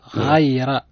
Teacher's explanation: حرف الغين من حروف الاستعلاء فهو مفخم